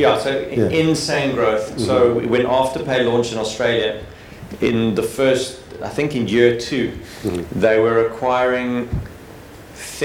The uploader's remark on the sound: This interview was recorded at the BigFive Summit, 12-13 May 2022 in Cape Town.